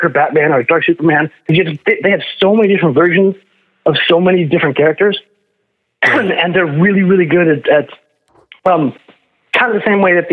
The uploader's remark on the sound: PHONE CALLS